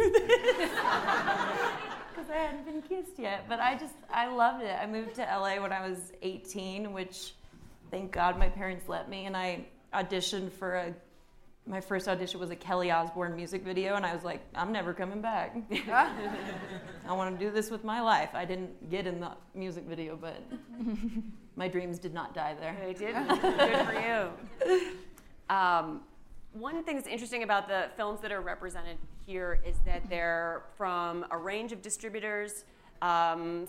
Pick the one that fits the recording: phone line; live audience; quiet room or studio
live audience